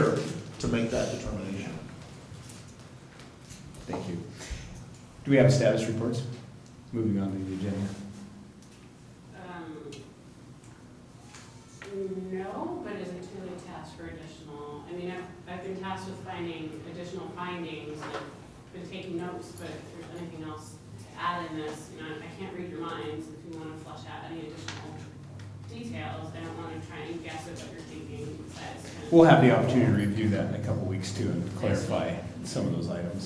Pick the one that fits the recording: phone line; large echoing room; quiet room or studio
large echoing room